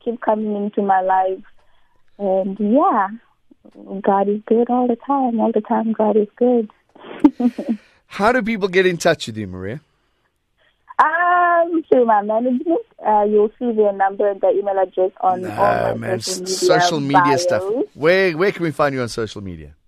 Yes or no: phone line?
yes